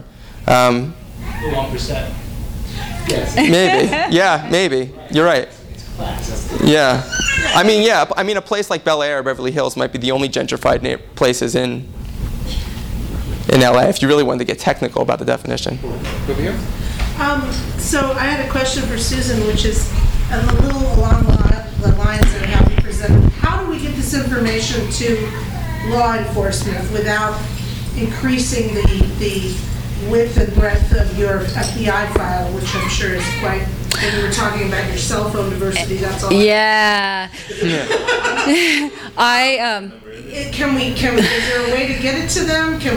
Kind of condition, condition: setting, live audience